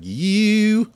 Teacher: And she has a very distinctive word of singing the word you. She tends to like put the vowel at the back of her throat. So it's like you, like it's very, and the vibrato is very fast.